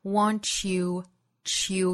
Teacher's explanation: 相互同化出一个 ch 的发音 · Term: 连读同化